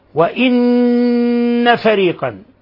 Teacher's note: وإن فريقا، نون ساكن نون مشددة، الحكم التجويدي أنها حرف غنة مشدد، فنضغط عليها ونعطيها غنة مقدار حركتين